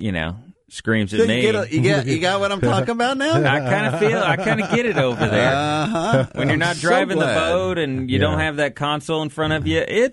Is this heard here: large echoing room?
no